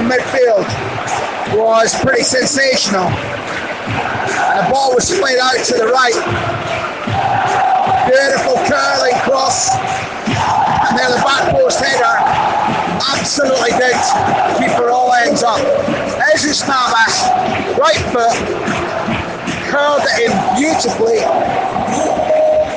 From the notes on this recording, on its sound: Live from Sevilla's rocking Ramón Sánchez Pizjuán stadium. My live take on the action as it unfolded* After-match reaction from the mixed zone.